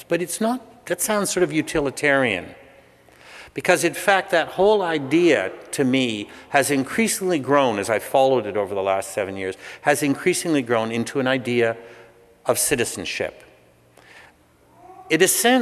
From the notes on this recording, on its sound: Speaking at the PLAN 20th Anniversary evening at Christ’s Church Cathedral in Vancouver, November 20, 2009. I was asked to record the evening.